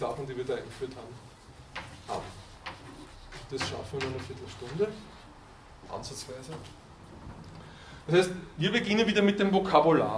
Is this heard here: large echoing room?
yes